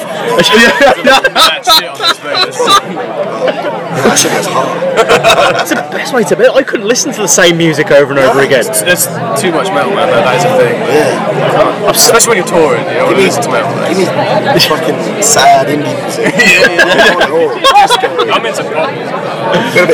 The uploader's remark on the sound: From our 'Live from 2000 Trees 2023' series